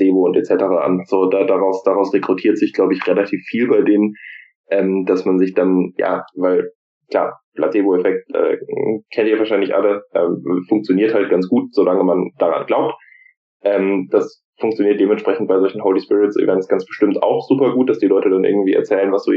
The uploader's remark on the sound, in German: dazu gibt es auch noch Probleme bei der Aufnahme!